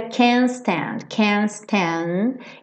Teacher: o can't, para fazer a negativa, acaba não dando tempo também de passar por esse T